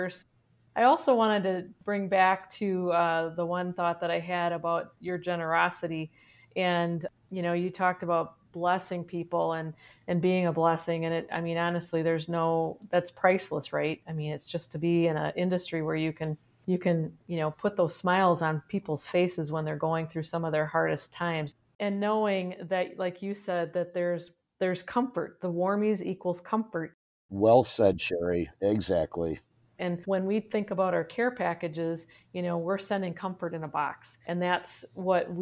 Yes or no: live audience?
no